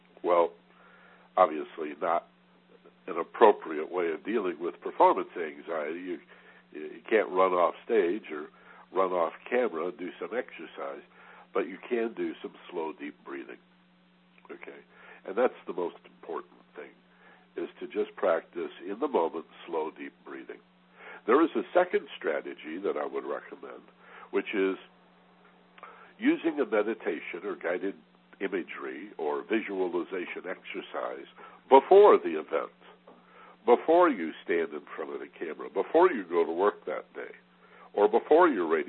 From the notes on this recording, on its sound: in a live Teleconference